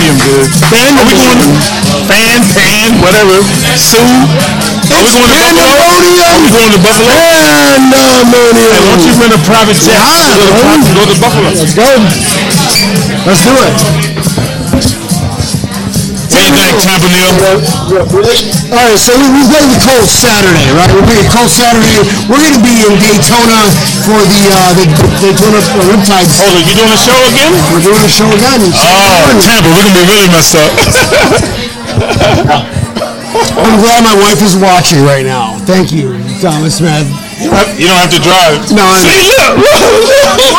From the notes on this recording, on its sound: Live at the Crazy Horse Saloon in West Palm Beach